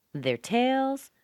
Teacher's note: Notice how fast the word there is because I'm trying to get to the tone.